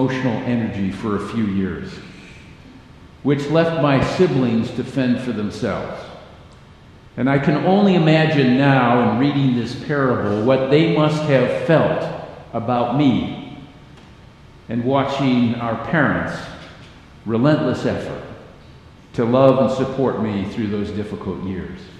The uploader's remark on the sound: Message on a familiar scripture text was delivered during the Traditional Worship service.